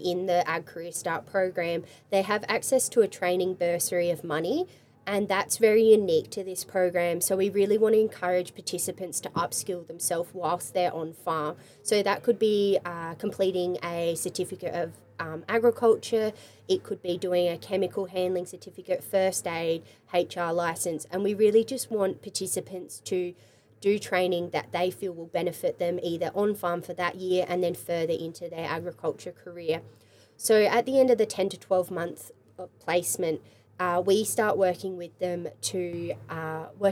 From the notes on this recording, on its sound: This episode of Take Me Somewhere has been recorded live in our mobile podcast van at the Riverine Plains Innovation Expo Field Day held in Yarrawonga on July 28.